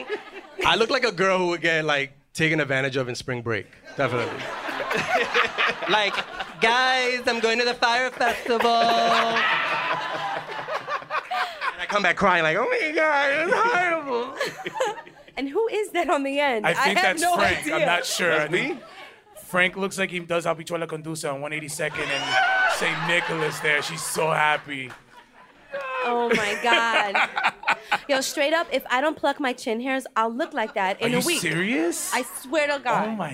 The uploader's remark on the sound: This show was recorded at the Greene Space/WNYC Studios in front of a live sold out studio audience.